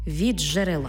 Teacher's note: «Ди» і «джи» утворюється «джи». Пишемо «від джерела», вимовляємо «від джерела».